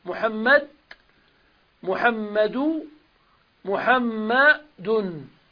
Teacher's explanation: فتضع بعد ضمة الدال نون ساكنة، محمد، محمد، محمد. · Term: التنوين